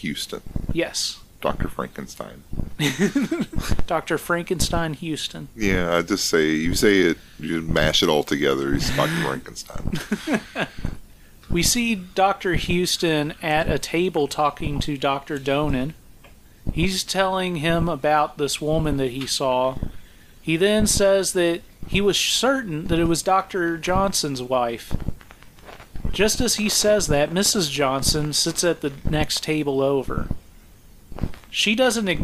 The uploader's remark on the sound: We apologize for the background 'fluttering' noise on this recording. This was a result of some equipment issues we had.